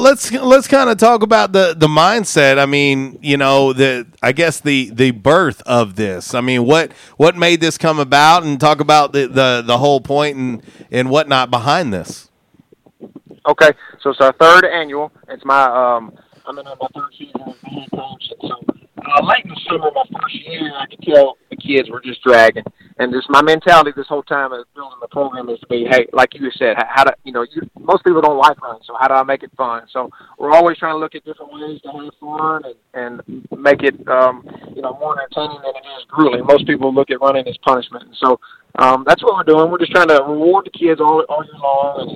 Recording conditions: phone line